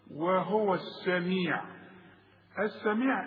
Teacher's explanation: السميع اذا بتتحول اللام الى ايه الى سين · Term: اللام الشمسية